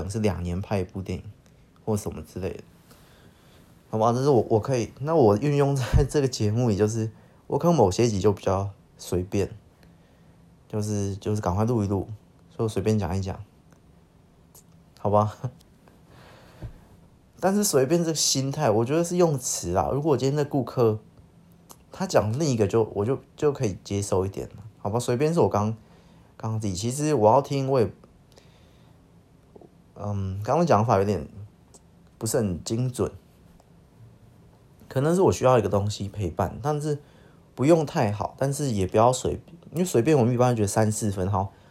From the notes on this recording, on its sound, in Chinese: 音質不是很好，可能之後還是盡量少用手機錄吧。